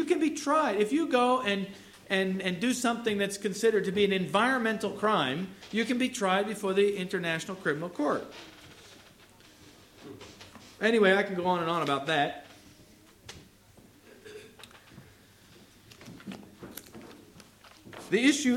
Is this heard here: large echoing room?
yes